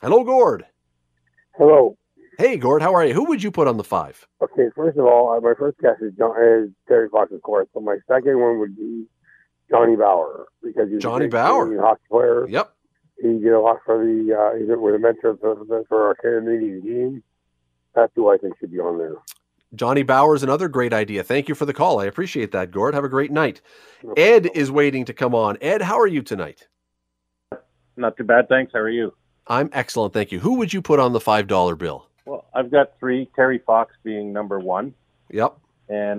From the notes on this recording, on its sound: opens the phone lines